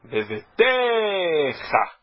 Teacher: esta palavra não é oxítona, ela é paroxítona